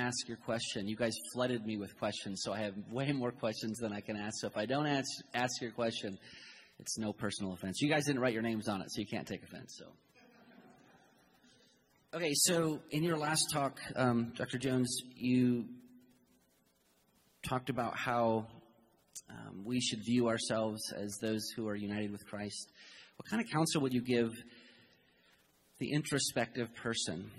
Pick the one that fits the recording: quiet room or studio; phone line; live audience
live audience